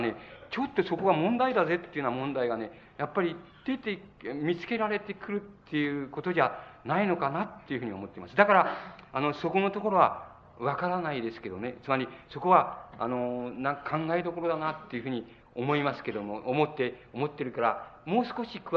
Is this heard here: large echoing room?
yes